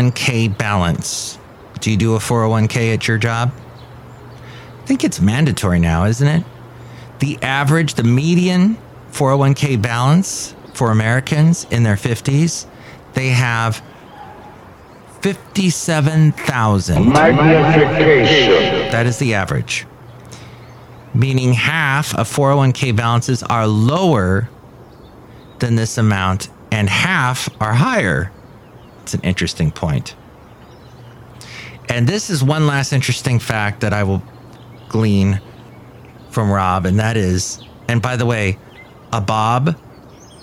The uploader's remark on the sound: podcasts live from Café Anyway